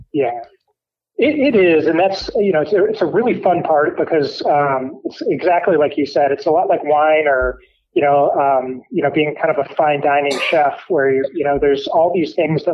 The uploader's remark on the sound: on the phone and talk about the company